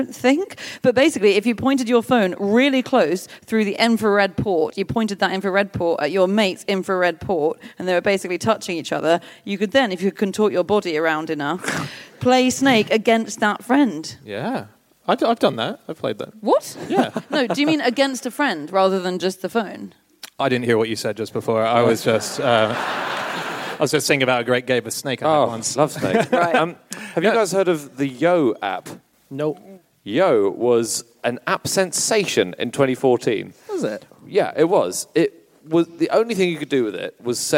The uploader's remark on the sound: Live from Antwerp